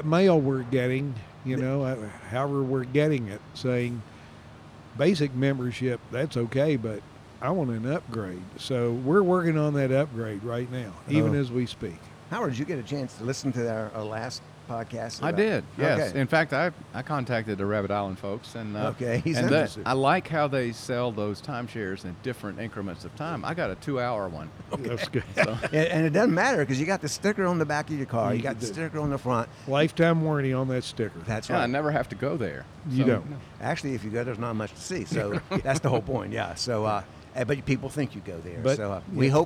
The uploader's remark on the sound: This episode was recorded at The Sanctuary Brewing Company in Hendersonville, North Carolina. This episode was recorded at The Sanctuary Brewing Company in Hendersonville, North Carolina.